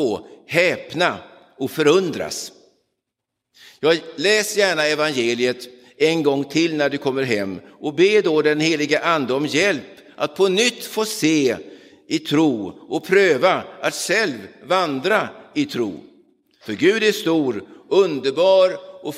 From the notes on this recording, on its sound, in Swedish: Inspelad i Roseniuskyrkan den 9 oktober 2022.